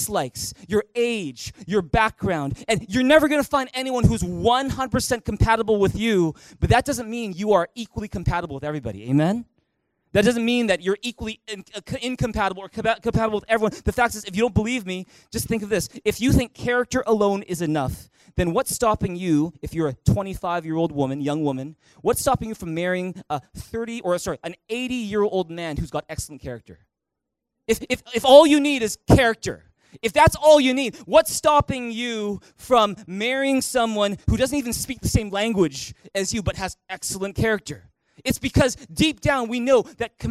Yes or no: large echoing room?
yes